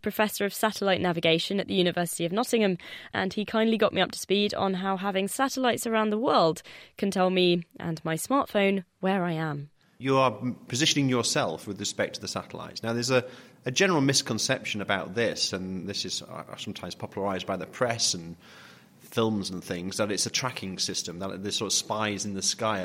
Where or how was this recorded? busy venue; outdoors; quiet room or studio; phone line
busy venue